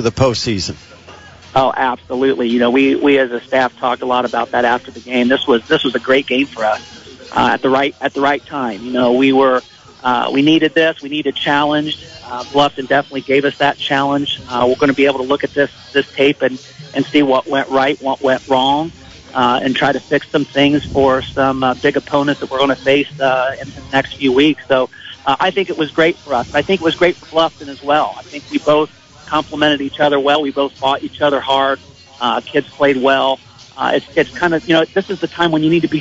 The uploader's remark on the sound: LIVE from the Kendallville Pizza Hut